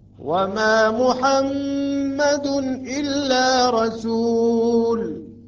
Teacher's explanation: وما محمد الميم المشددة مع الغنة والمقدار على الحركتين